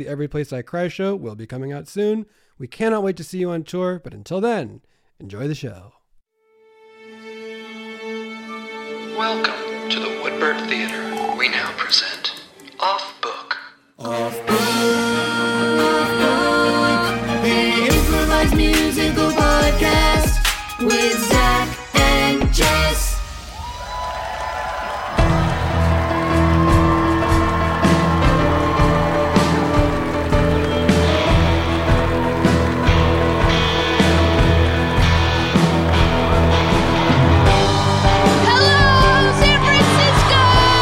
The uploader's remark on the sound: LIVE from SF Sketchfest. The following was recorded LIVE at SF Sketchfest in February of 2024 at the Great Star Theater!